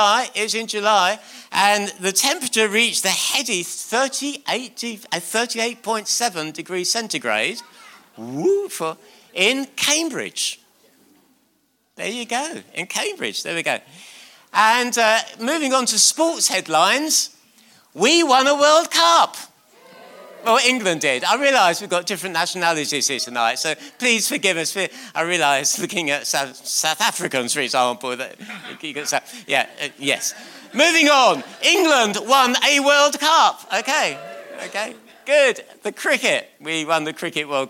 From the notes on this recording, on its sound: on 22nd December 2019 at King's Church, Cockermouth.